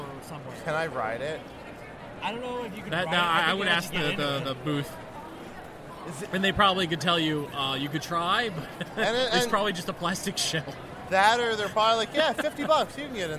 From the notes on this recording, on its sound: We continue our coverage live from the floor of Awesome Con 2016!